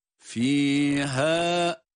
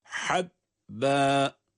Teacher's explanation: Birisi fiha'daki ha, birisi de habben kelimesindeki ha. Birisi boğazın en alt kısmından çıkan fiha. Bakın fiha, boğazı sıkmadan çıkardığımız bir harf. Diğeri ise boğazın ortasından boğazı sıkarak çıkardığımız habbe.